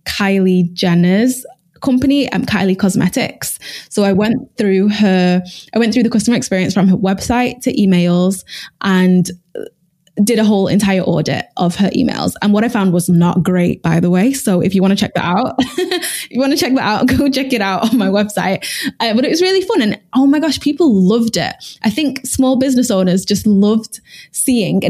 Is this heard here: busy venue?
no